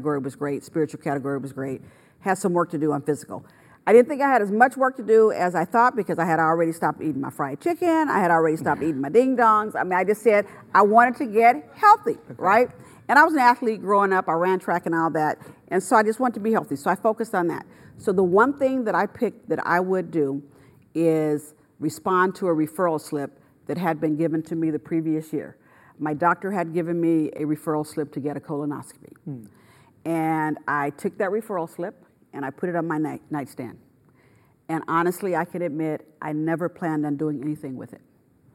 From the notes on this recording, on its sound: Kirk Brennan Speaker Series. During student-led interviews and before a live audience.